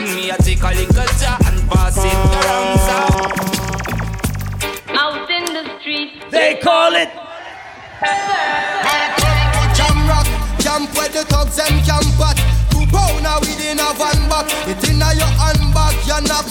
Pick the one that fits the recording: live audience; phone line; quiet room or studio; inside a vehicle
live audience